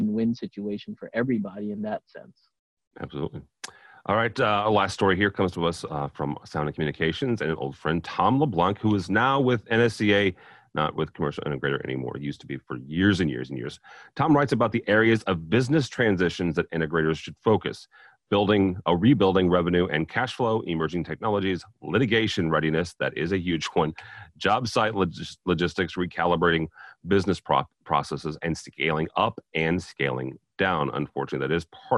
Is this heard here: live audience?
no